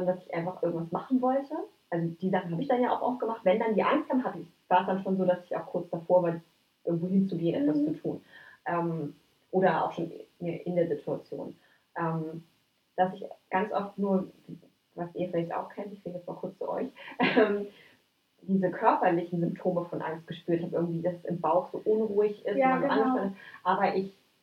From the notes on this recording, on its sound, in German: Als wir unseren neuen Podcast zum Thema PERFEKTIONISMUS aufgenommen haben, ist uns doch einfach nicht aufgefallen, dass das Mikro gar nicht aktiviert war. Zur Überraschung aller, hat die Faszination über die gute Aufnahmequalität des Laptops überwogen.